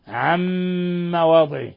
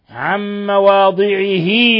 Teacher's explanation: لاحظ الغنة من الخشوم، لاحظ إطباق الشفتين · Term: إضغام بغنة